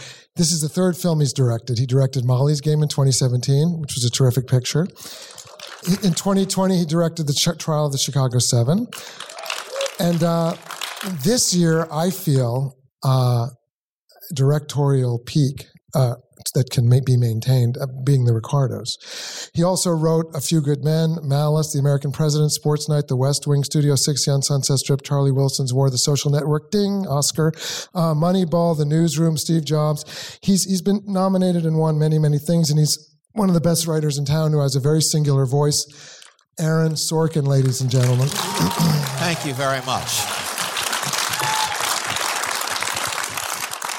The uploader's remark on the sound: in a Q&A at the DGA theater in Los Angeles.